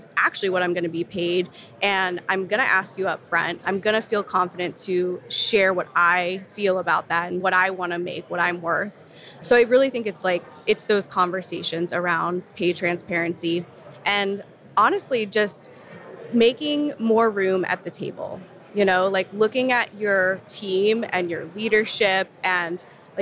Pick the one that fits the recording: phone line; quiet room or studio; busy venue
busy venue